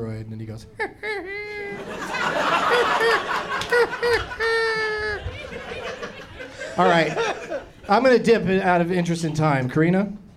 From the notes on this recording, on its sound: Live from Zanies in Rosemont